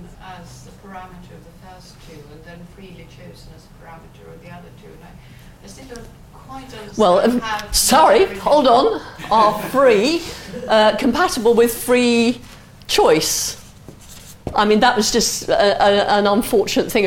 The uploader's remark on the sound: answers questions from the audience